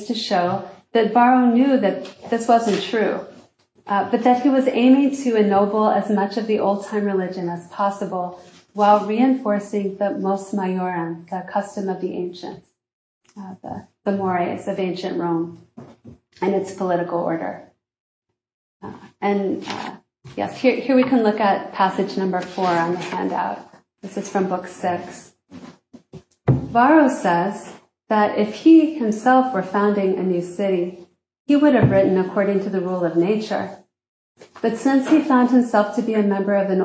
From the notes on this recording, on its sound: This lecture was given at Harvard University on February 23, 2023.